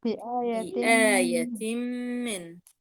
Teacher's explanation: الحرف الثاني أساسا في غنة، فلما أدغمت النون الأولى في الميم أصبح الحرف إدغام بغنة كامل